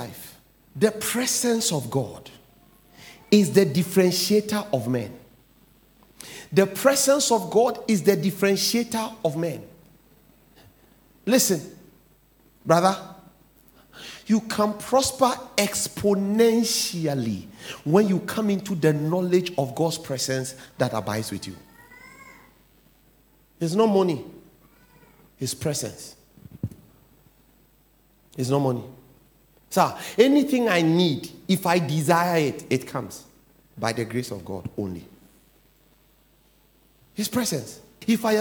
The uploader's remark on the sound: "The Presence Of God"sermon title preached at The Faithlife Church, Ghana-Tema Community 3 Site A.